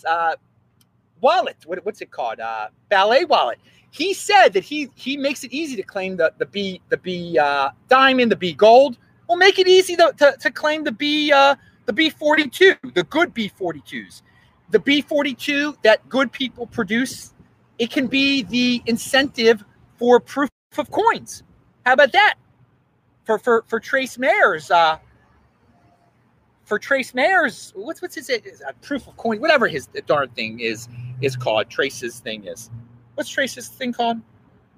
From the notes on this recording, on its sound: I am outside live! Recorded in Adelaide, Australia!